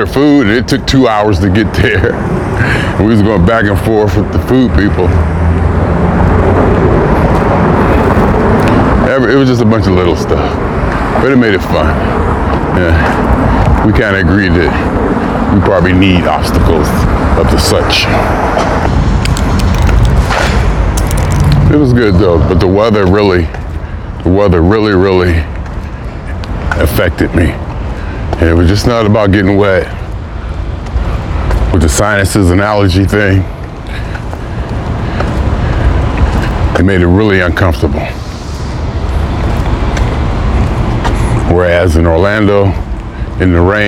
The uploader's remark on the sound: Me Walking Talking